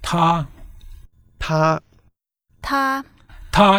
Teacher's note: It's first tone. Think of 他 as a high trumpet note